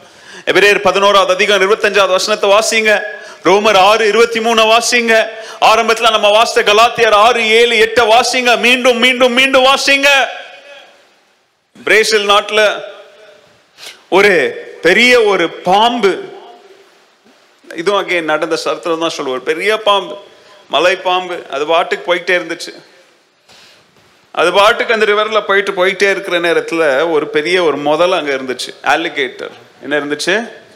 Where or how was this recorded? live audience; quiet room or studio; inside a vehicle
live audience